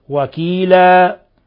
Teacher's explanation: وكفى بالله وكيلا، هي أصلها وكيلا، لو وصلناها والوقف أولى على رؤوس الآية بتصير إظهار حلقي، ولو وقفنا عليها بتصير مد عوض. وكيلا تبدل ألفا تمد مقدار حركتين فقط